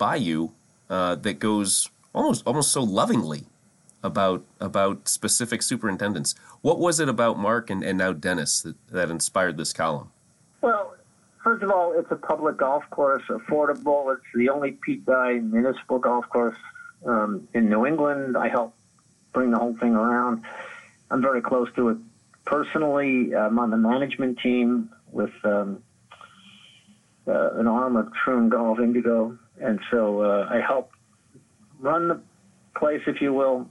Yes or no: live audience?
no